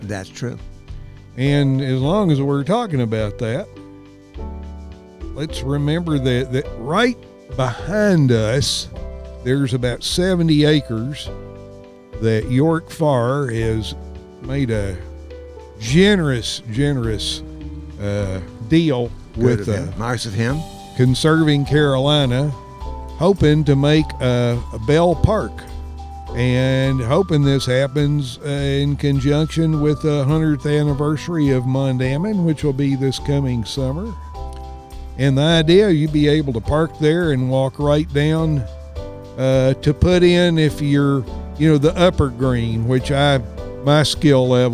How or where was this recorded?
outdoors